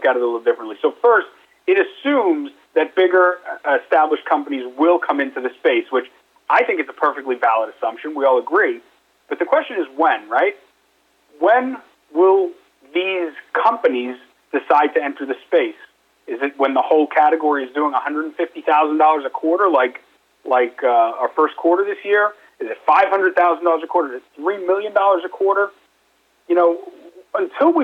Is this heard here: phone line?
yes